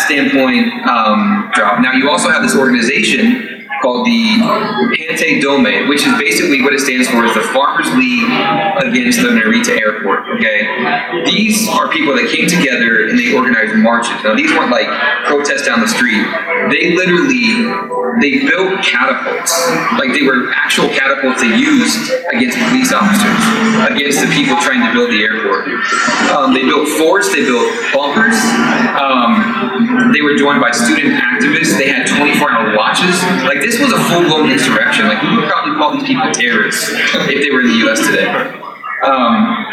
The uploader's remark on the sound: KT Live At G-Fest 2017. We present our 50th anniversary panel discussion. The audio on this one isn't perfect since the convention couldn't support some of our hardware, but we cleaned it up the best we could!